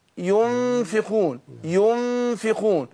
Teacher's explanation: بعمل طرف اللسان كده مع كون ان انا الفاء بتخرج من بطن الشفة السفلى مع الثنايا الايه العليا